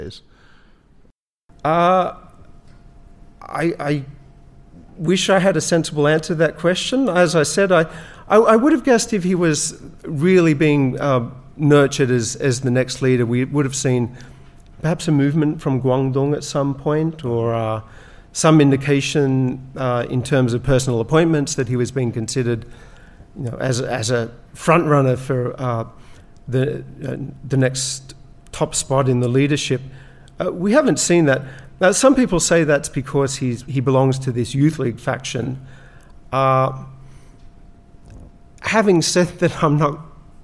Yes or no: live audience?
yes